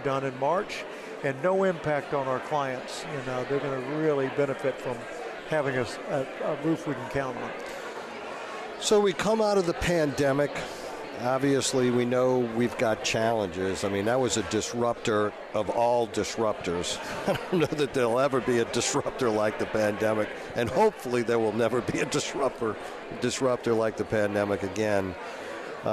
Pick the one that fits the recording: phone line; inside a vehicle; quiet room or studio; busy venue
busy venue